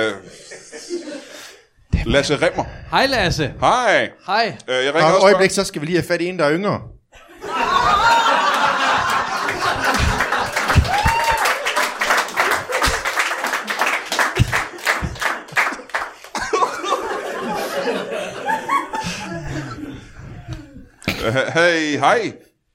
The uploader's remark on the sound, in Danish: LIVE fra Horsens